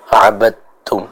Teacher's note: Aslinya abaditum, tapi kita baca dengan idgham menjadi abadtum, ya. Jadi bukan abaditum tapi abadtum, ya.